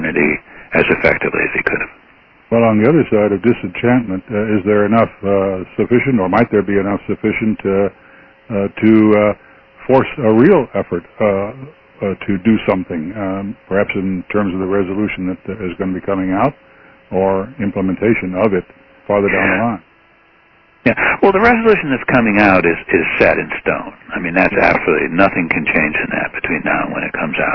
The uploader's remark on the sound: Hours after the close of the Plenum on November 12, the National Committee hosted an on-the-record teleconference.